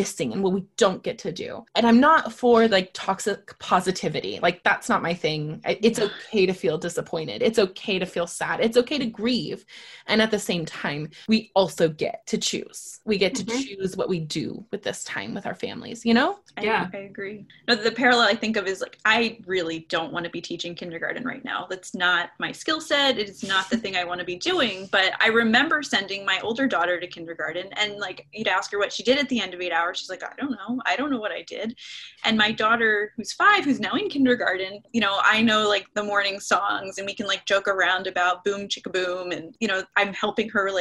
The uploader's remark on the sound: over zoom!